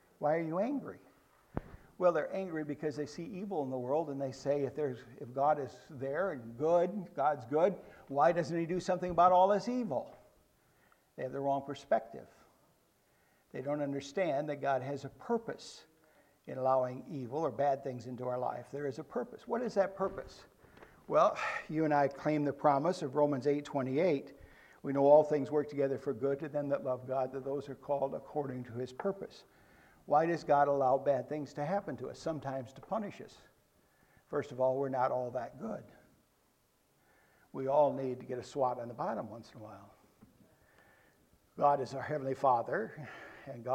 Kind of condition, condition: setting, large echoing room